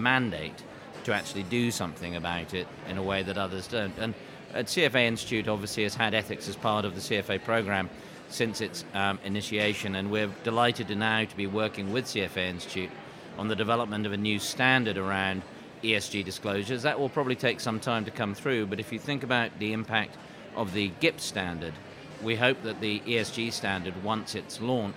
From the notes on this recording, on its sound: The second of two episodes recorded in partnership with CFA UK at their conference on the topic of ESG Investing and the associated practical realities, where we spoke to a number of the speakers from the event.